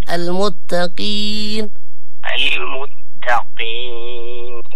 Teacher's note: القاف هي مفخمة لكن في أقل تفخيمها لأنه مكسور